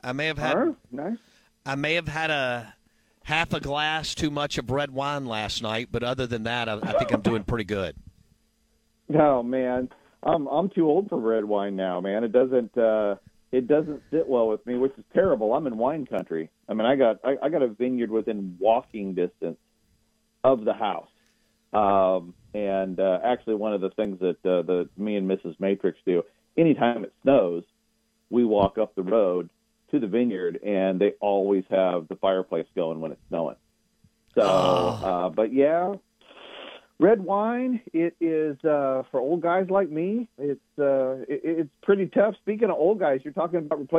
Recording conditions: phone line